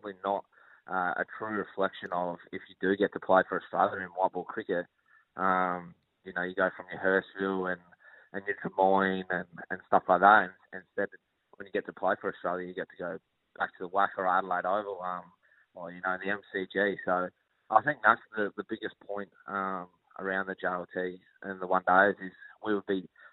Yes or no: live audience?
no